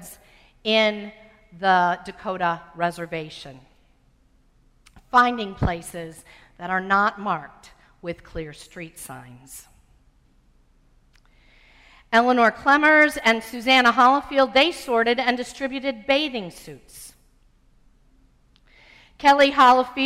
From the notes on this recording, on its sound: Sermon preached on Sunday, August 2, 2015. At First Presbyterian Church of Arlington Heights, Illinois.